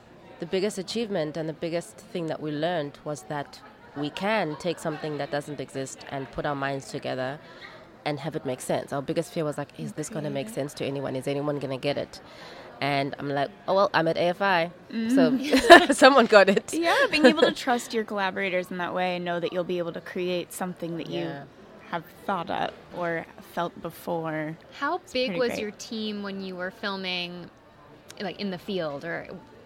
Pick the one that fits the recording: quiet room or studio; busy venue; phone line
busy venue